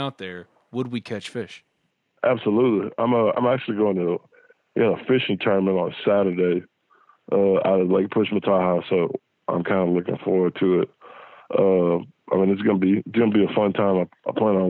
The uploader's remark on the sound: joined on the Modern Woodmen phone line